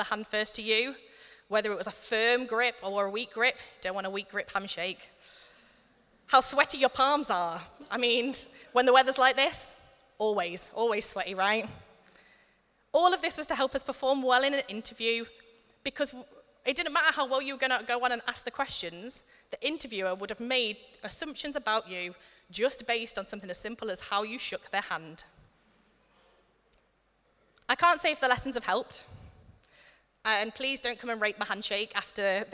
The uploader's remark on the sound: Recorded at Middlesbrough Community Church.